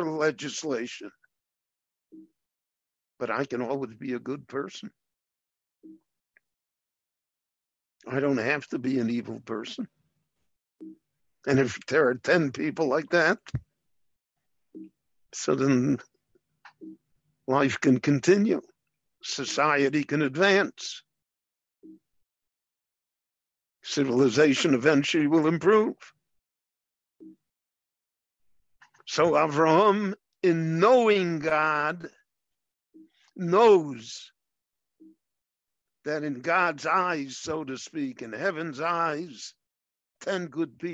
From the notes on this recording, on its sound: via Zoom in Jerusalem